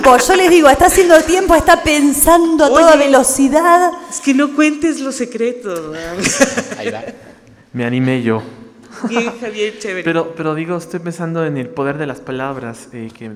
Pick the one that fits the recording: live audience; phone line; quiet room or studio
live audience